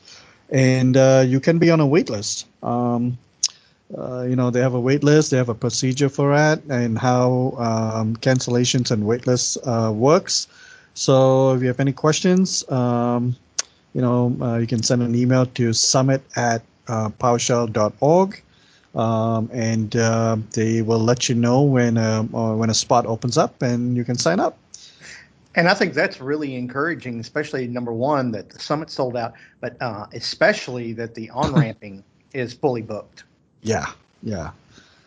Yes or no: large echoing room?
no